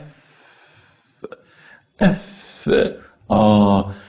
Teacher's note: ليس فيه هزة في الأوتار الصوتية · Term: همس